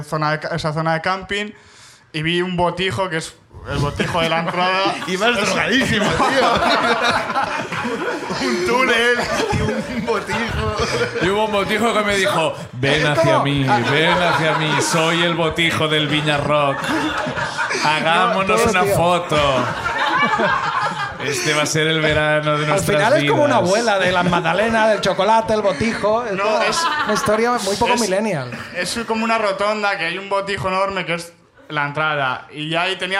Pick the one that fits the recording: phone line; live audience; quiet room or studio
live audience